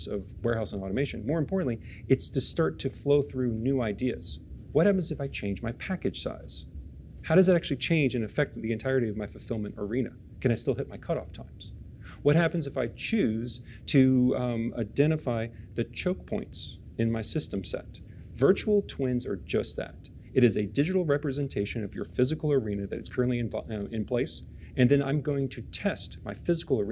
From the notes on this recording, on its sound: sits down live at MODEX 2020